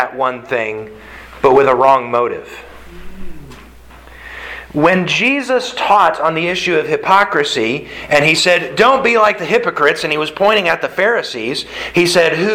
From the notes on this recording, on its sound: Sermon delivered to the Galena Bible Church